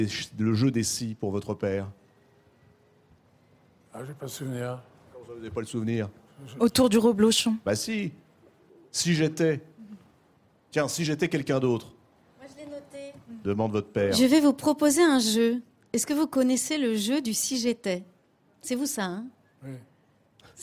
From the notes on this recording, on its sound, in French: Une nouvelle émission depuis le Festival de Cannes.